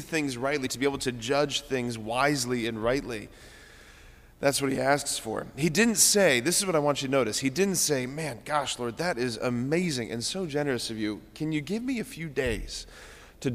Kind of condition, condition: setting, large echoing room